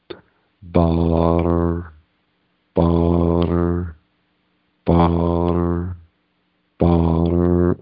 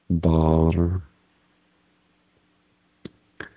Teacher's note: the R sound is a little more clipped than the open R